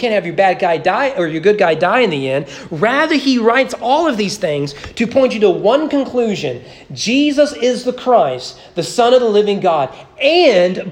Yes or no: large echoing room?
yes